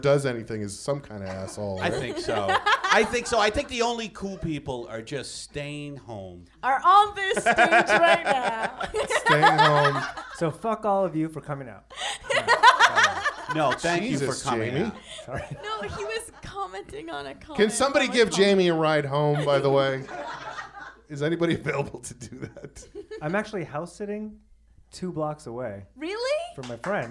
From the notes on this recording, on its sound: Recorded LIVE at The Improv Lab in Los Angeles!